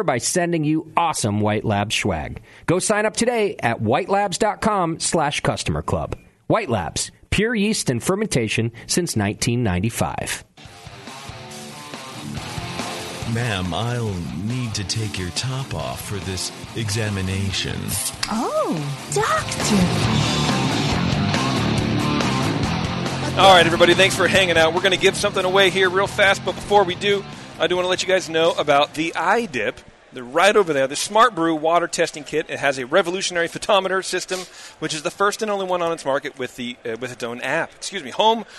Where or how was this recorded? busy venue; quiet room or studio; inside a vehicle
busy venue